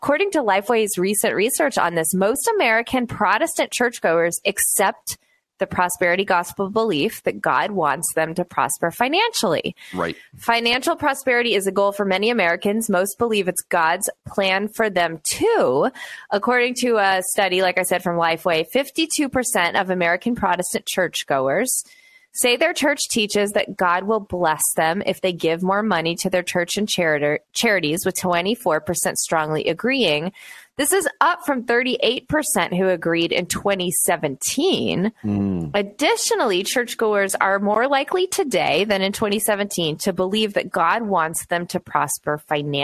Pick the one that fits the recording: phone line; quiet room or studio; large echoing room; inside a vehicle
quiet room or studio